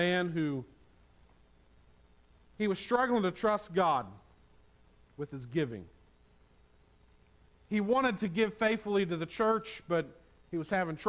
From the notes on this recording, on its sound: on Palm Sunday 2022 at the Tarrant Bible Methodist Church